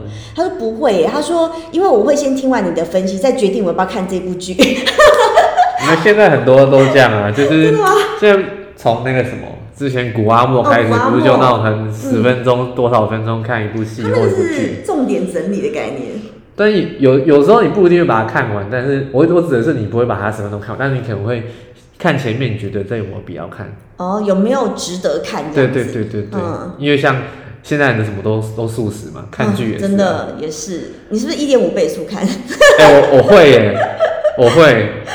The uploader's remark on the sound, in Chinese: 我現在上架才發現錄的時候回音有點重。